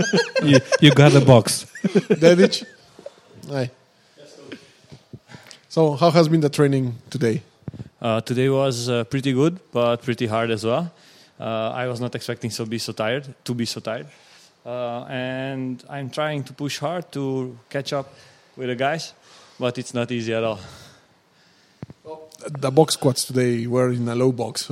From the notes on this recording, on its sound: a new episode recorded at Crusaders Gym